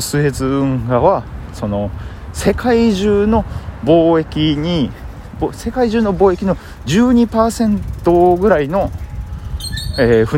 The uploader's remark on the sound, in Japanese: 歩きながらやと息が切れよるね。フゥフゥ言いながら喋ってますが興奮してるわけじゃないので、よしなに。